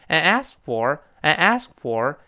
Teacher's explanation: 那么第一个 asked，最后那个 t 肯定没了。理论来说呢，ask 那个 k 还应该有，但我们读快的时候，其实这个 k 也来不及做动作了。